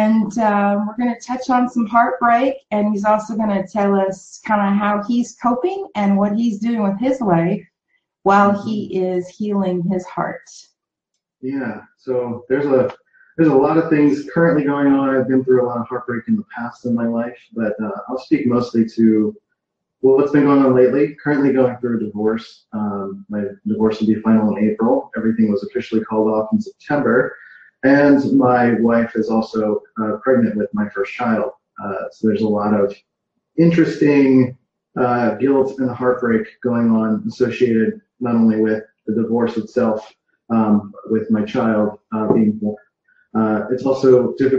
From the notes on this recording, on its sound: on a Facebook Live in her group Passion + Action